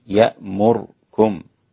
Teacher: فبإسكان الراء للإمام السوسي عن أبي عمرو البصري